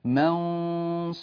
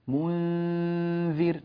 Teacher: لاحظوا الغنة كانت مفخمة في الصاد لكنها مرققة في الذال · Term: تفخيم الغنة